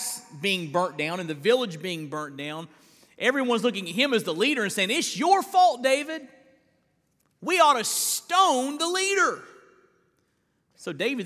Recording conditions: large echoing room